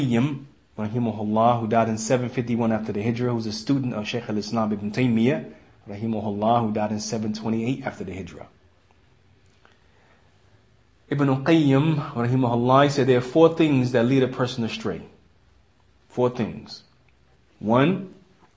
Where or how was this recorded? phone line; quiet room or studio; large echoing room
large echoing room